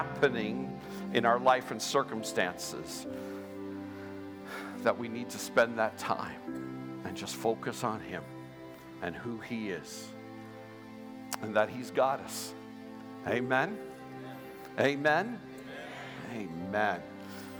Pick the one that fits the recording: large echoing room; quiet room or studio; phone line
large echoing room